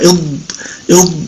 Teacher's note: في أيامنا هذه إلى أن ينطقوا حرف الضاد نطقا غير دقيق بأن يخرجوه من مخرج الدال المفخمة، يعني يفخمون الدال فينطقون بها ضادا